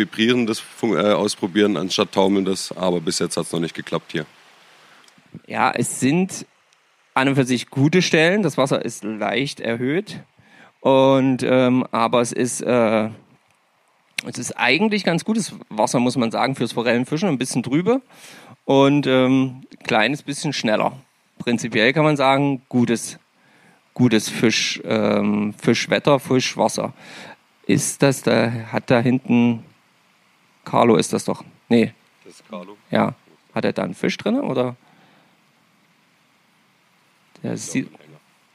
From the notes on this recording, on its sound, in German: Ein Folge mit tollen Live Mitschnitten vom Wasser und Erzählungen von zu Hause am Mikrofon.